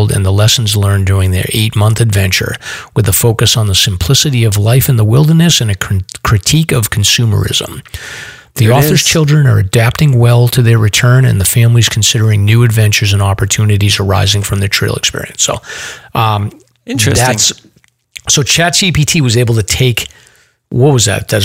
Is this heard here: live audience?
no